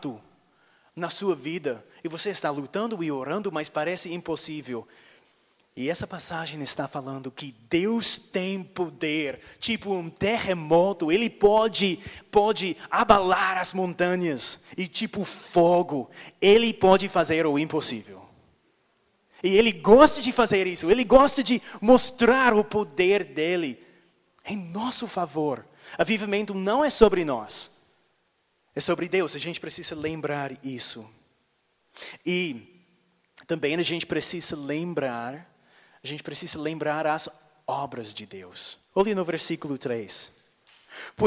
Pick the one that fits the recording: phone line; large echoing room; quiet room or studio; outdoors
large echoing room